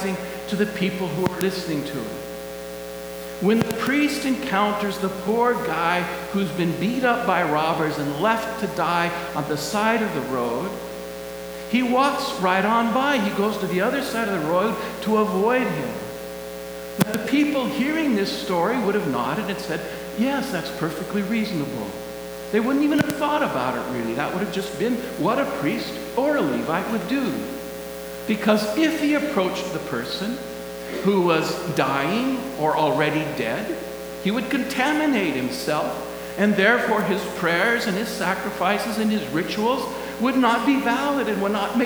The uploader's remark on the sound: Please excuse the buzz in the audio background!